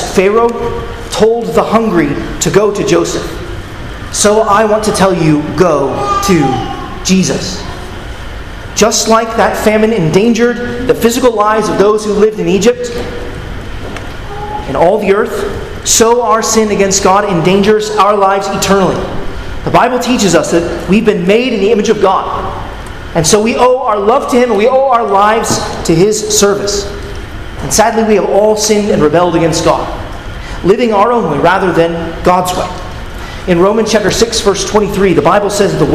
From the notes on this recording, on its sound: at Arlington Baptist Church in Arlington, Virginia